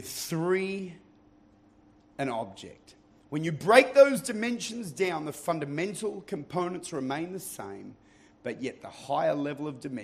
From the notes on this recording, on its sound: Recorded at Lifepoint Church, Adelaide, Ridgehaven Campus.